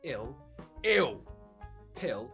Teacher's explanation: the L sound can sometimes sound like a W